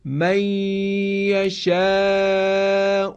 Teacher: غنه نون به حرف مشدد منتقل میشه و مقداری از صدا از فضای بینی شنیده میشه · Term: ادغام با غنه